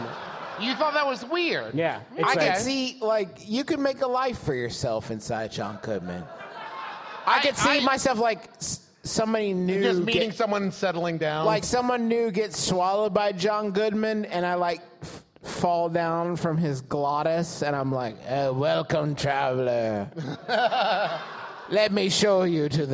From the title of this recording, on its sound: Big Gulp, Live!